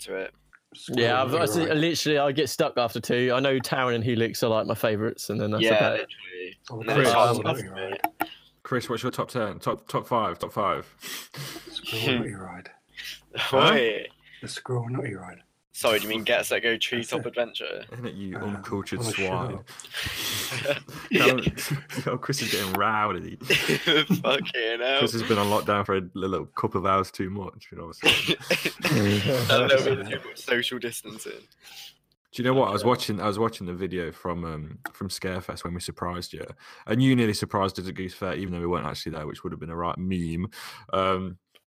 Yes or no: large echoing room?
no